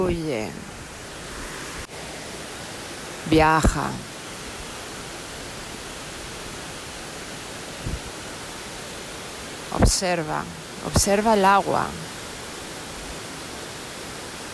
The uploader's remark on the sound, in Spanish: en vivo en las cascadas de Amicola, Georgia, US